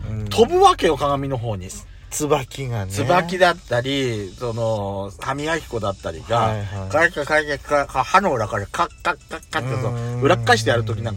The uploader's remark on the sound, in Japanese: パーキング収録。